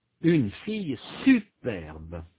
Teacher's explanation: Il y a un accent sur la première syllabe de superbe. Cet accent est surtout marqué par l'intensité. La syllabe est prononcée avec une plus grande intensité. · Term: accent d'insistance